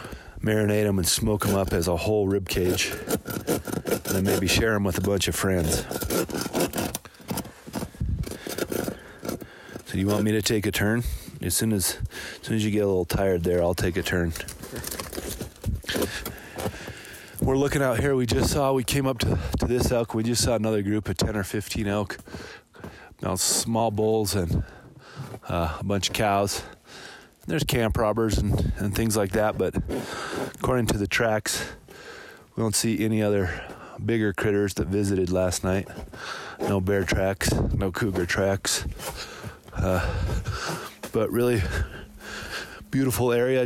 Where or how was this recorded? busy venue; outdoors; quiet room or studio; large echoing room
outdoors